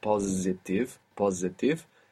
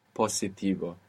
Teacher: you pronounce the S, where most English speakers will probably find themselves pronouncing a Z there · Shown in: second take · because in English we have positive, positive, so that would probably transfer into Spanish to positivo, and we want to be careful not to do that. · Term: with a S